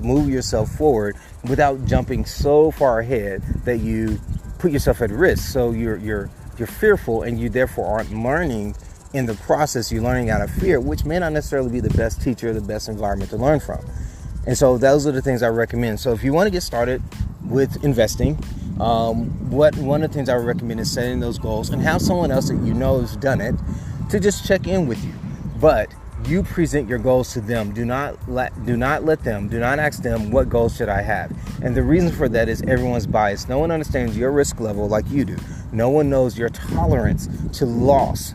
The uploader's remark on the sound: I recorded this while outside at a park so pardon the background noises.